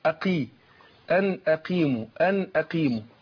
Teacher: القاف هنا ايه مكسوره هتاخد ادنى درجات التفخيم